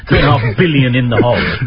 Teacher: what an explosive bilabial that is every time you say billion